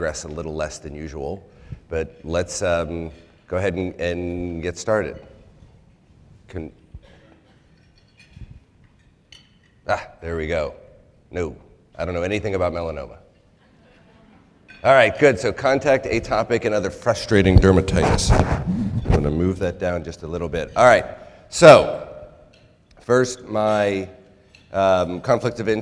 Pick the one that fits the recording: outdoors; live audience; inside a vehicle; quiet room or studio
live audience